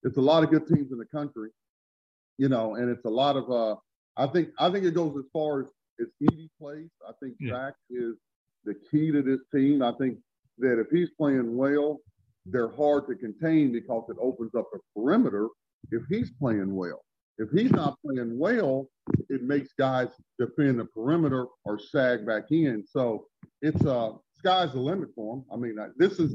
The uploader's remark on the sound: Birthday Zoom